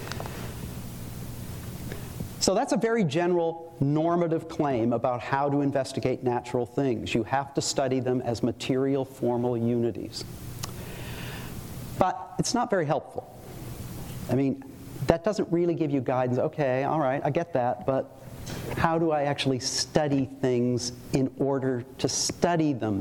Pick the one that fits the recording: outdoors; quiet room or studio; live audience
live audience